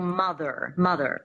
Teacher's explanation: the standard American accent, one of the defining features is definitely the rhotic R. But in the transatlantic accent, there's no R.